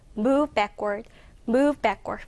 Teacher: 자, 여기서 포인트는 뭐냐면 이 move에서 앞에 부분에 조금 더 강세를 두게 되면은 편하게 발음할 수 있습니다. 그래서 move backward.